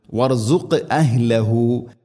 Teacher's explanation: വർസുഖ് എന്നത് ഖാഫിന് ഖൽഖല, ഖൽഖലയുടെ അക്ഷരമാണ്. ഖാഫ് സുക്കൂനുണ്ട്, ഖൽഖലയുടെ അക്ഷരം. സുക്കൂനാണെങ്കിലും ശബ്ദം ശരിക്കും കേൾക്കണം.